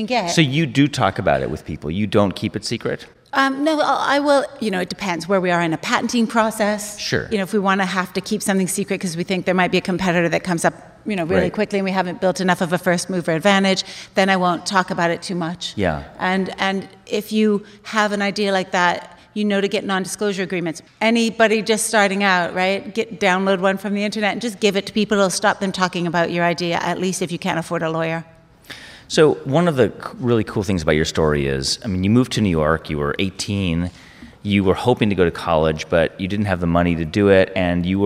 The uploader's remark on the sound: Live From The HIBT Summit.